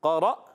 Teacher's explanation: قاف پر زبر حرکتیں نہیں کھینچیں گے۔ قرا، را کو حمزہ سے ملائیں گے، جھٹکا آئے گا